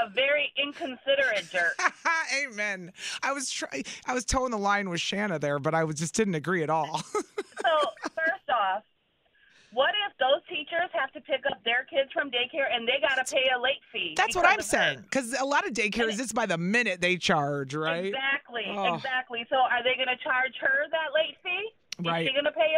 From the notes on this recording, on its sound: listeners called in to share their own stories